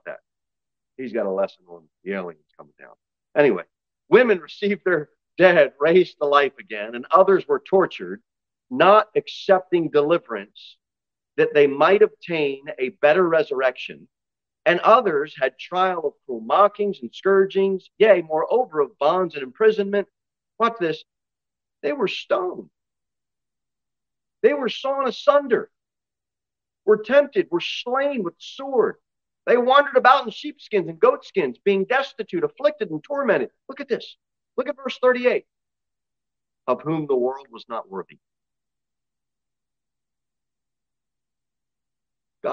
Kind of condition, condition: setting, large echoing room